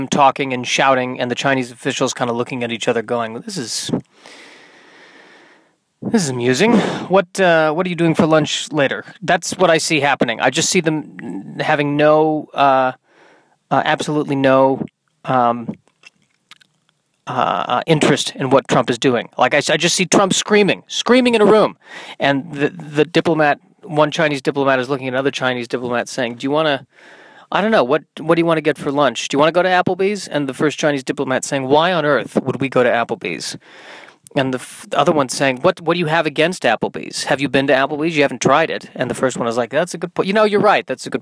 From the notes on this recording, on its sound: in my car on a Sunday afternoon